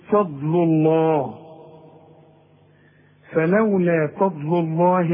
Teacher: لفظ الجلالة بنفخمه ما دام الحرف اللي قبل لفظ الجلالة مضموم